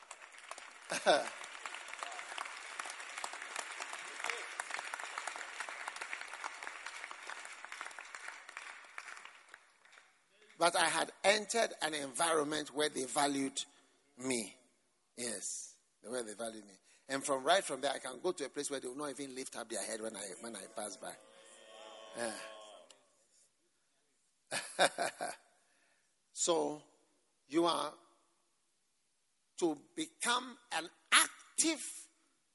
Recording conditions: live audience